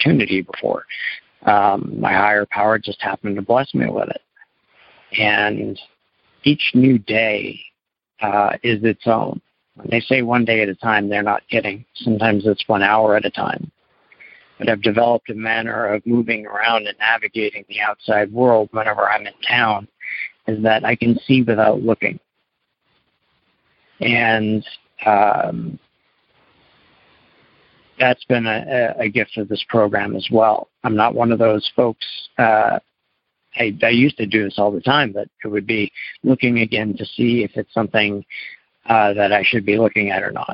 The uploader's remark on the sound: Maine - Monday Noon Phone Speaker Series.